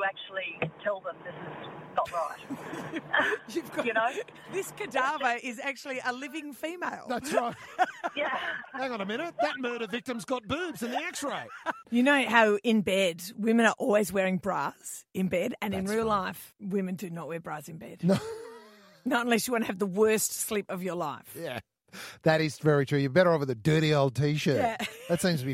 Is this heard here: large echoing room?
no